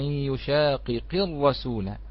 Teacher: فالتقت هذه الراء المشددة مع القاف فحرك الساكن الأول لأنه صحيح بالكسر · Term: التقاء الساكنين